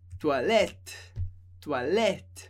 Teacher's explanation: O E que vem antes dos dois T's é bem aberto